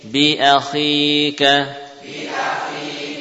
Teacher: dengan menebalkan kha ya, menebalkan kha karena dia termasuk huruf isti'la